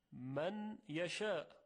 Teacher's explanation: و همچنین در ادغام نون در حرف یا، من یشاء، نمیگوییم می یشاء بلکه میگوییم می یشاء، پس در اینجا چون غنه وجود داره ادغام از نوع ناقص هست · Term: ادغام ناقص